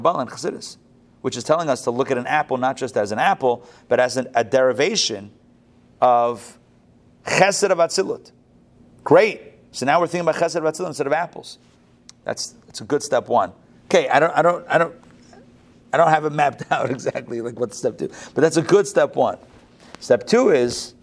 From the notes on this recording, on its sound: Recorded live at the Intown Jewish Academy on May 15, 2022